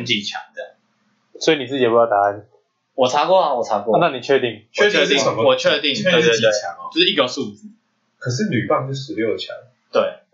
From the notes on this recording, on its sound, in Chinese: 本集電腦沒有放乖乖，音質略微奇特